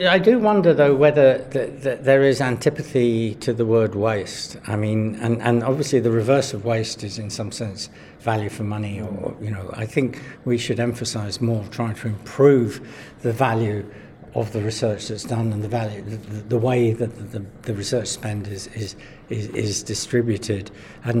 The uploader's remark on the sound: recorded at Evidence Live